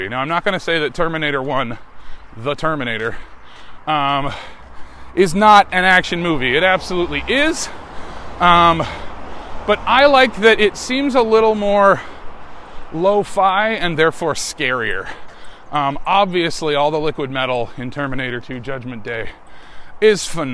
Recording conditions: inside a vehicle